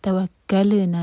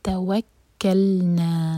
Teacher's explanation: اور لام سکون پر جھٹکا نہیں ہونا چاہیے · Shown in: second take · توکلنا نہیں ہوگا، وہ غلط ہو جائے گا، یہ ہے توکلنا، اور نا دو ہر کا لمبا ہے.